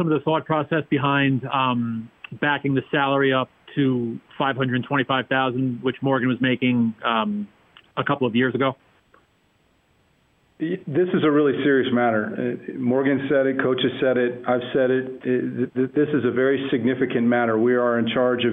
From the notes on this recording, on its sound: University of Utah - Press Conference. The University of Utah football program held a teleconference on Wednesday afternoon.